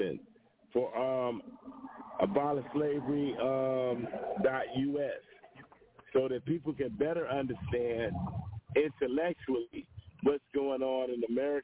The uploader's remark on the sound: live on location from DC after the 52nd annual Congressional Black Caucus convention